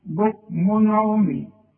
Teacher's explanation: العين برضه من حروف الاظهار. اذا اذا جه تنوين زي ده بكمون وبعده عين يبقى ما غنش